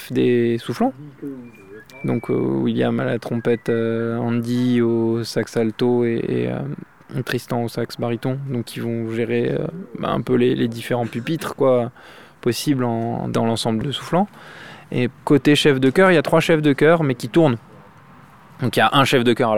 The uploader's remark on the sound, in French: Emission Starting Block produite et réalisée par CAMPUS FM TOULOUSE. Enregistrement réalisé dans la campagne tarnaise autour de Coufouleux.